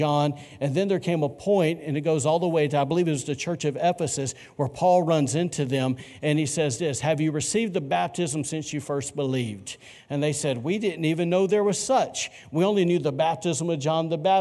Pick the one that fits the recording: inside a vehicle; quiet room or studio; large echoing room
large echoing room